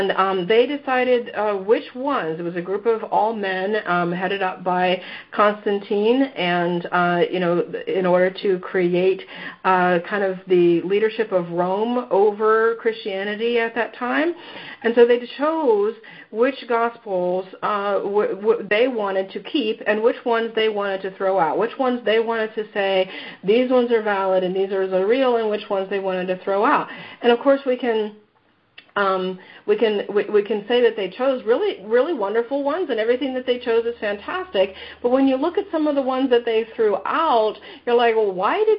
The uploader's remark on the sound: Mystical France Pilgrimage Teleconference.